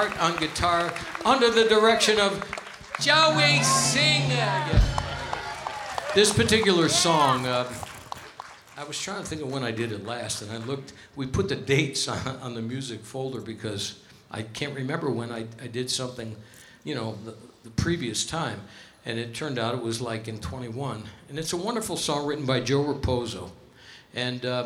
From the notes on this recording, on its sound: Live at the South Point Casino